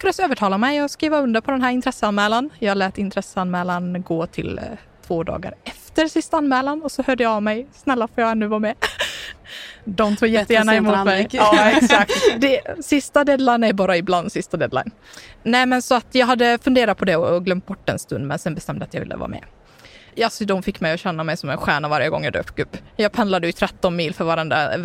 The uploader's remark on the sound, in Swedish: Välkommen till denna liveversion av Brainpod. Detta avsnitt var inspelat under Ingenjörsdagen 2023 den 23 november i Stockholm.